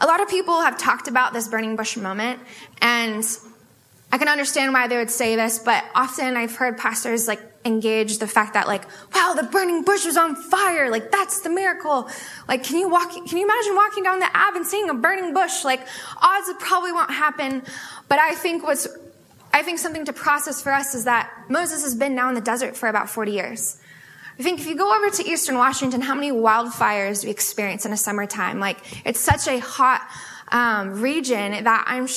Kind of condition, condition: setting, live audience